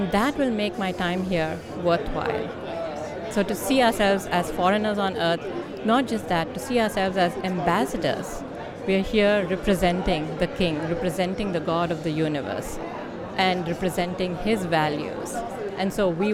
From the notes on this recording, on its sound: LIVE from NRB 2022!